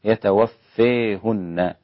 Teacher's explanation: حمزة والكسائي وخلف بإمالة يتوفاهن